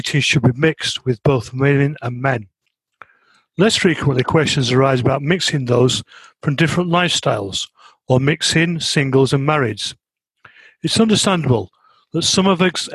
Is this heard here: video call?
yes